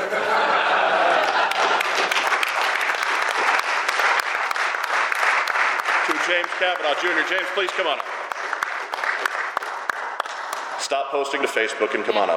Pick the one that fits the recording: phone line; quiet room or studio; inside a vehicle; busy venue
busy venue